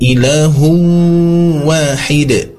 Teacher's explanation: Idgom bighunnah, tanwin bertemu dengan waw bertasydid.